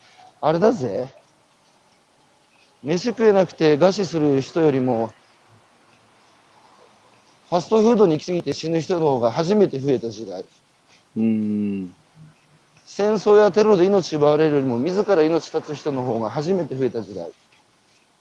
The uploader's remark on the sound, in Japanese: 歩くラジオ。歩きながら1時間、対談する。